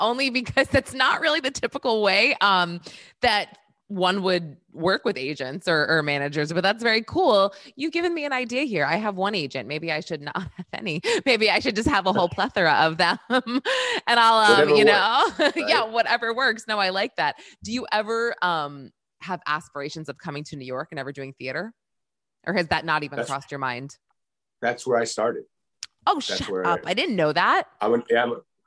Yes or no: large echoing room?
no